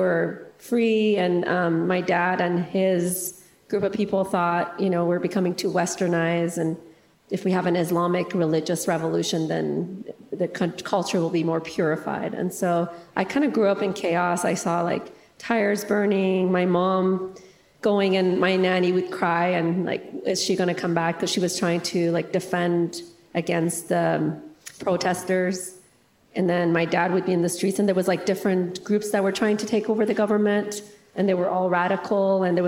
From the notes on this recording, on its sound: interview at the RESTORE conference